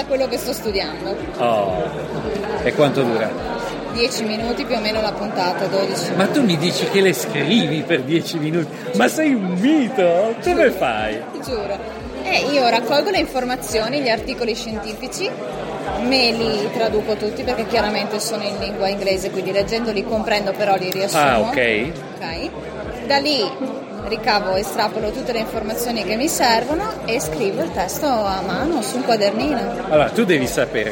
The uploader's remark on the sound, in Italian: al Festival del Podcasting 2019